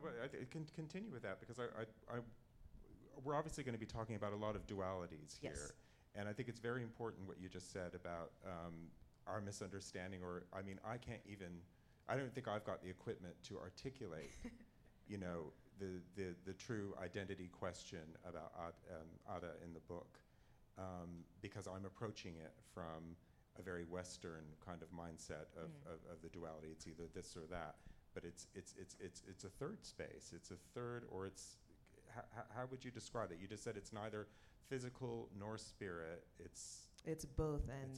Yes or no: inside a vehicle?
no